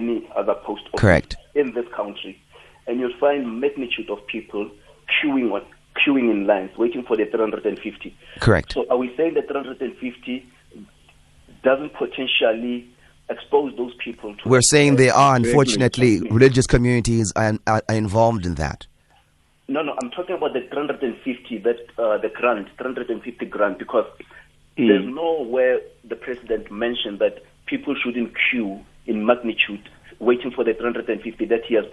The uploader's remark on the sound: Guest on the phone